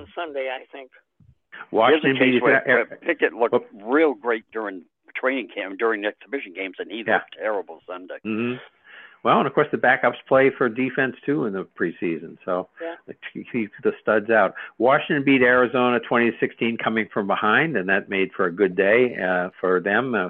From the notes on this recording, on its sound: We talk all things sports and take your live calls.